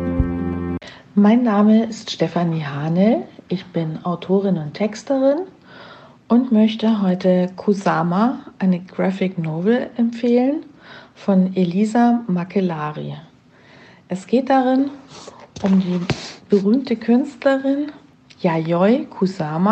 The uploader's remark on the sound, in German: Sechs BücherFrauen haben per Sprachnachricht ihre Beiträge gesendet.